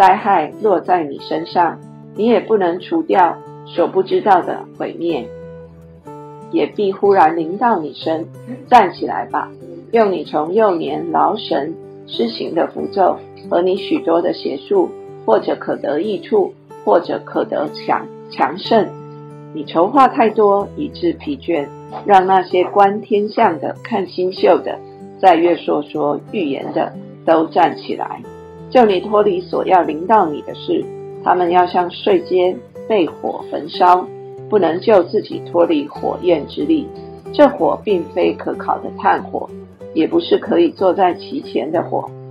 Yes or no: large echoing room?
no